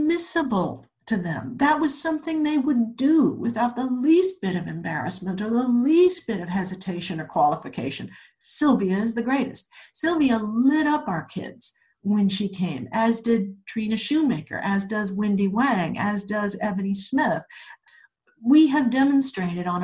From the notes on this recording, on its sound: She also answers audience questions! This episode was recorded remotely using Zoom.